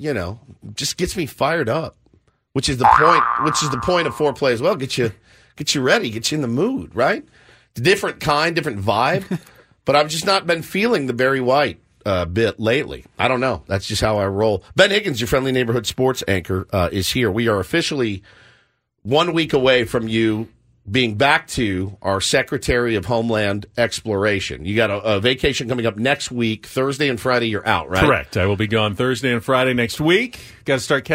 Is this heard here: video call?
no